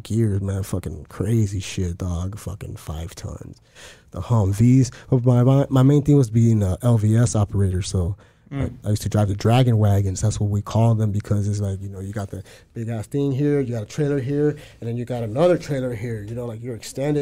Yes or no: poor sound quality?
no